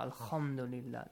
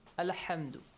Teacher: do not change the pronunciation of the letter ha to kh · Shown in: second take